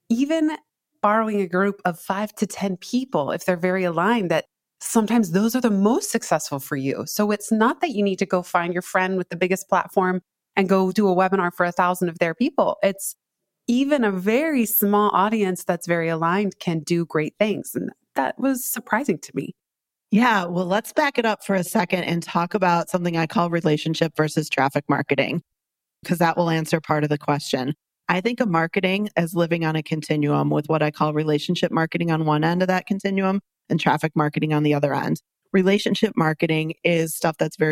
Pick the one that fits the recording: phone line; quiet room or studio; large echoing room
quiet room or studio